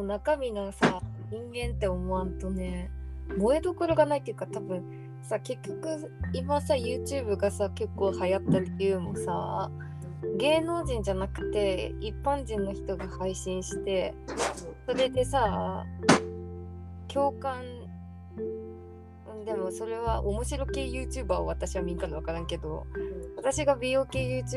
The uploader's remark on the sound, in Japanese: 雑音多め。一部どうぶつの森のような音声バグあり。